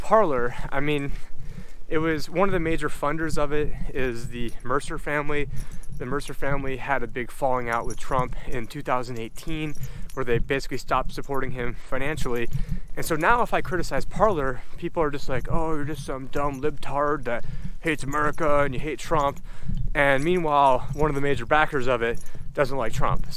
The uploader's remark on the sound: On this walk and talk